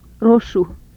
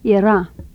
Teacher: A voiced alveolar tap